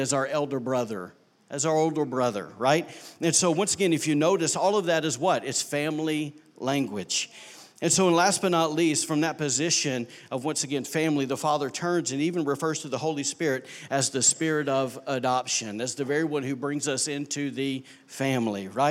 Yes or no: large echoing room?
yes